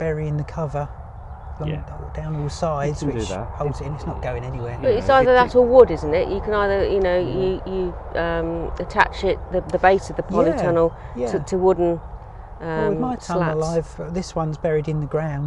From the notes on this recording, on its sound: Recorded live, in a polytunnel on the hottest day in February on record.